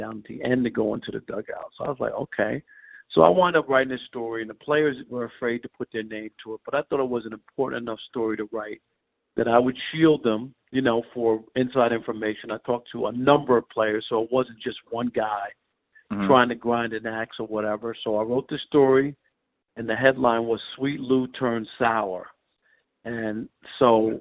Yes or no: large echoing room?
no